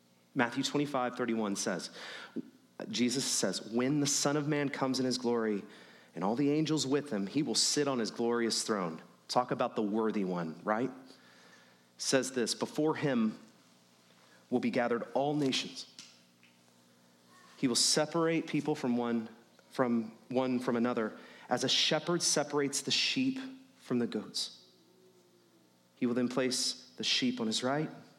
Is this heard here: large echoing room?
yes